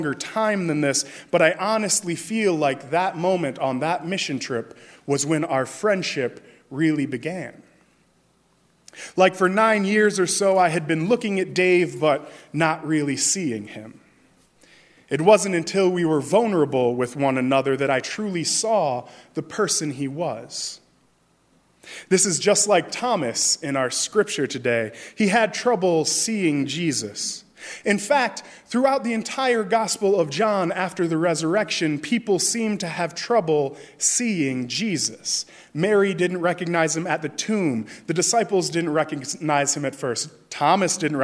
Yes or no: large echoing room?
yes